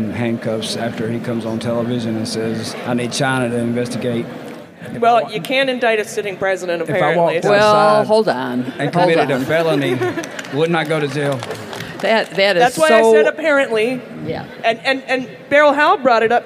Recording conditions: live audience